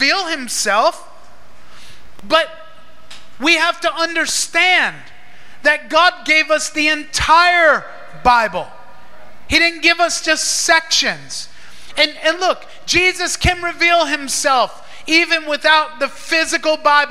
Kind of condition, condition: setting, large echoing room